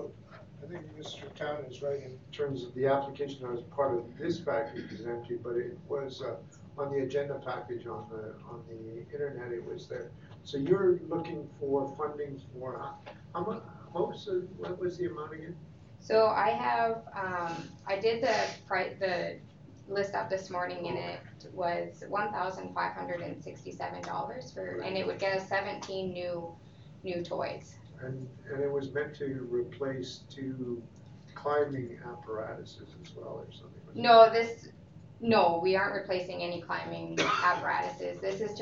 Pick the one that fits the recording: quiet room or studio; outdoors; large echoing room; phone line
large echoing room